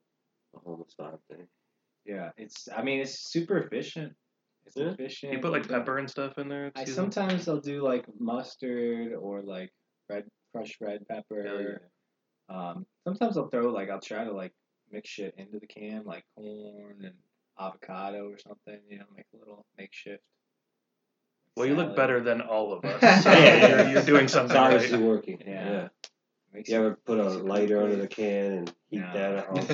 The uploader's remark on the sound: Sorry if the sound quality is a little wonky still. We’re still trying to work things out with the new equipment.